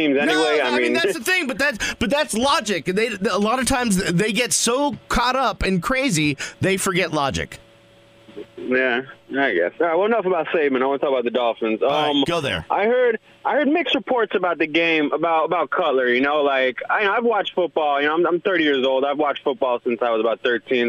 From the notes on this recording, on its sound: The show then slides off the rails as South Florida, both sides of it, call in to talks sports or whatever happens to be their minds at the moment.